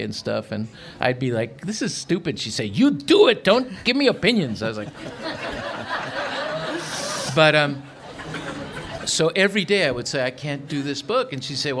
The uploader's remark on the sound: A session from the 2019 Festival of Books curated by Pima County Public Library’s Nuestras Raices.